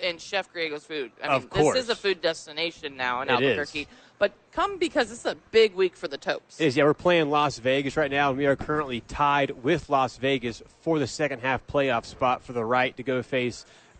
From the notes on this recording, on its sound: live from Isotope Park